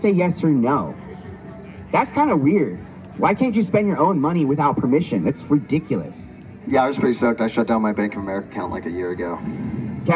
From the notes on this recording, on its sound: We get featured on the sTeVe TV stage at the Lucidity Festival in Santa Barbara, California